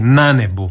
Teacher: Naglasak se prebacuje na prvi slog ako je silazni u riječi, a ovdje jest nebo. To je kratko silazni naglasak i oni, svi ti naglasci, svi takvi primjeri, sve takve riječi onda dobivaju naglasak i prelazi naglasak na prijedlog i tako da je ovdje pravilno na nebu.